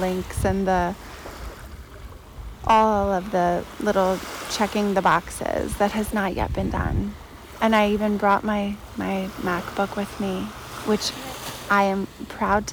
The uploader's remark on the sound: This episode was recorded outside, at the sea, with the sounds of nature - waves, birds voices, boats, and more!